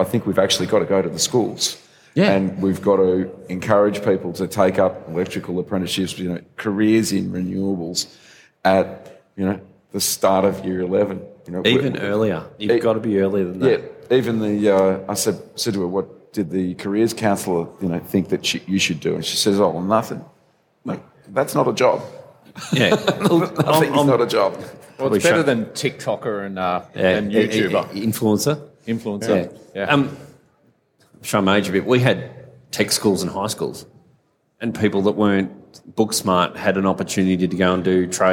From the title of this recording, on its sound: Live from All Energy Australia